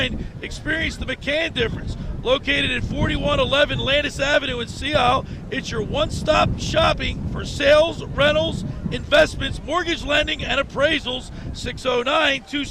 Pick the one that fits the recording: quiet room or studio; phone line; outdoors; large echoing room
outdoors